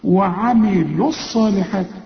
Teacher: اللام بتاعت الصالحات دي ساكنة، ودي لام شمسية بتدغم في الصاد بل بتتحول لصاد